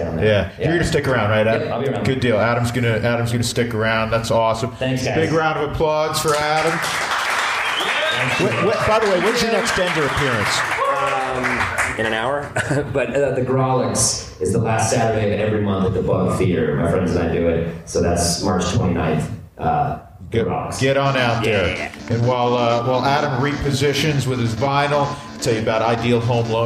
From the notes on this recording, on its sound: live at the Maven Hotel!